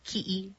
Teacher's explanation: We insert the okina. Yeah, or the glottal stop